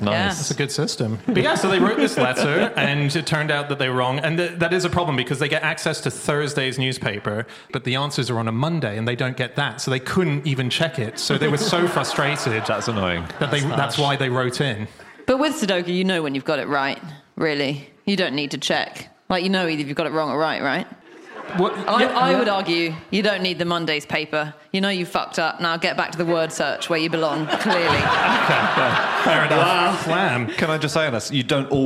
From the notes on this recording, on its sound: Live from Exeter